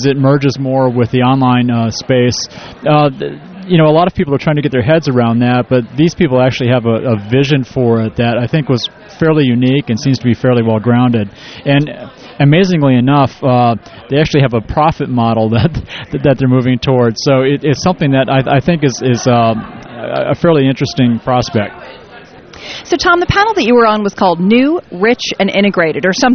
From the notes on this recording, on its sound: Live from ad:tech Chicago! Chats it up from the show floor, with attendees at ad:tech Chicago.